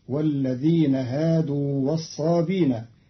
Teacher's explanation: قرأ قالون كلمة والصابئين بدون همز، فتصير والذين هادوا والصابين، تيسيرا وتخفيفا في لغة بعض العرب.